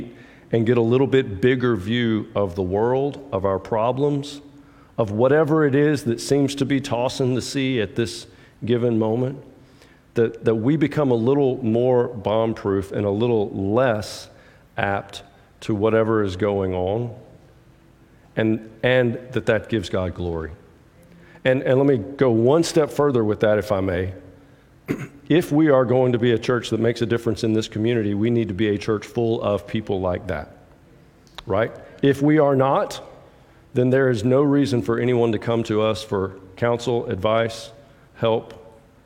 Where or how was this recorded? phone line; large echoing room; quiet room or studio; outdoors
large echoing room